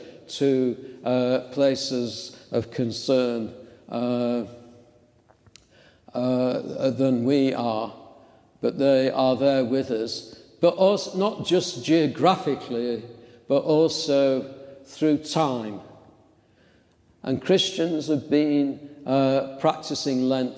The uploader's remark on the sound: St. Andrew's Psalter Lane Church Second Sunday in Lent 10:30am service